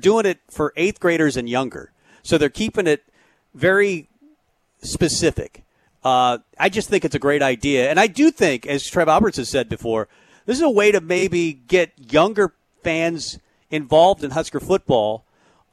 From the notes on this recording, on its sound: Tailgate Tuesday live from Chick-Fil-A.